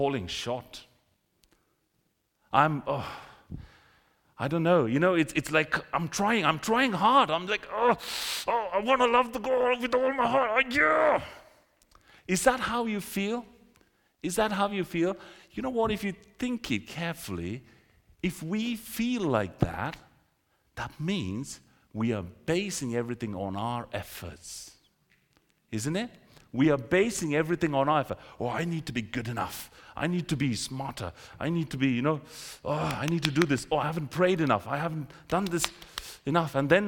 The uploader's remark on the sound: This sermon was recorded on Sunday 21st January 2024 at our Great Denham venue.